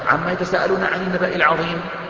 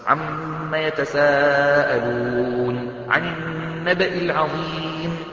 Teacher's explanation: على الأقل تغن الميم وتمد المد الواجب المتصل · Shown in: second take · عما يتساءلون عن النبأ العظيم، لابد أن يكون هكذا، هذا كحد أدنى.